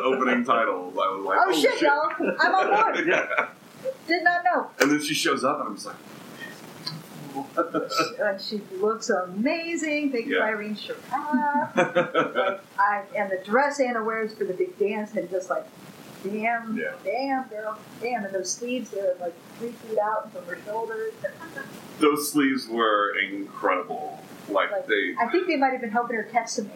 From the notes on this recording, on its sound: We apologize for the sound quality on this episode. The quality does improve as the episode goes on.